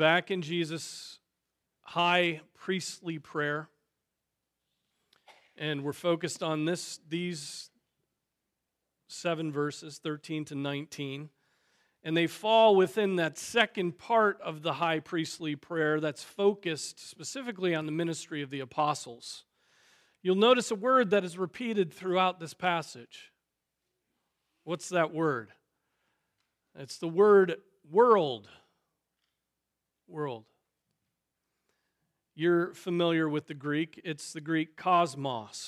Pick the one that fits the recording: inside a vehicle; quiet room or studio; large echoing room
large echoing room